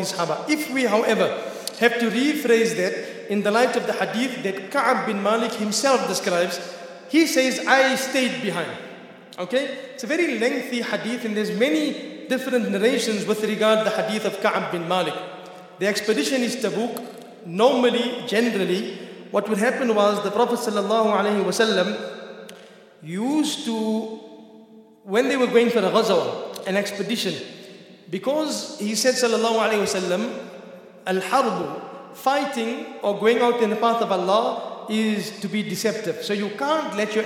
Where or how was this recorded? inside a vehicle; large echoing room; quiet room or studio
large echoing room